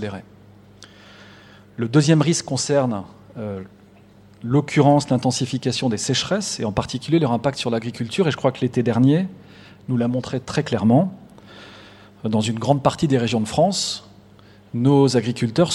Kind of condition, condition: setting, large echoing room